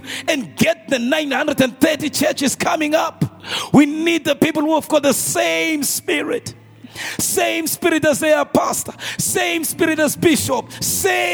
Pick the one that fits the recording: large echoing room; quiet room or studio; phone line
large echoing room